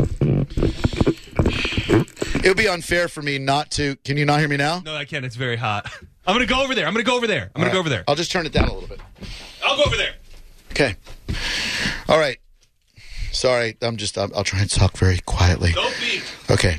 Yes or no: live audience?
no